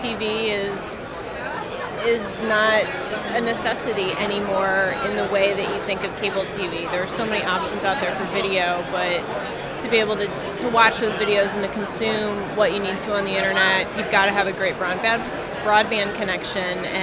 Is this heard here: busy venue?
yes